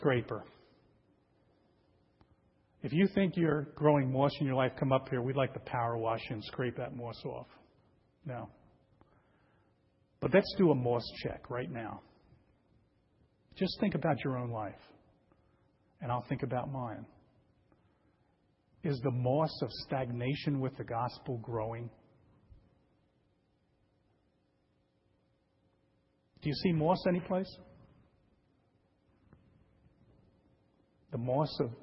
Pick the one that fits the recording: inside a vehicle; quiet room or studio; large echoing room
large echoing room